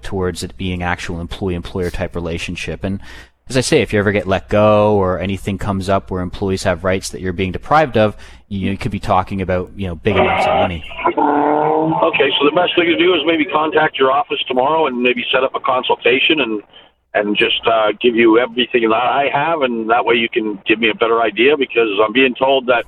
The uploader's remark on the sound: he answers your phone calls